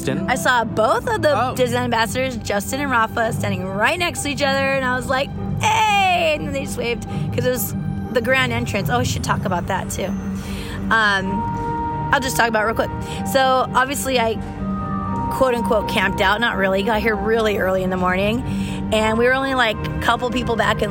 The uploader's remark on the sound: WE ARE LIVE FROM AVENGERS CAMPUS!